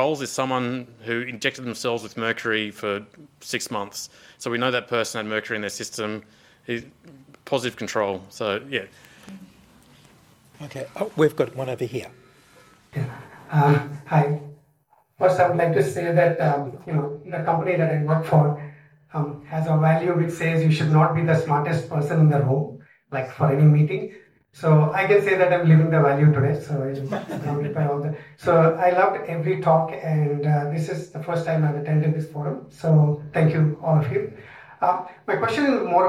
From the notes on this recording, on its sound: audience question and answer session of the Frontiers of Science Forum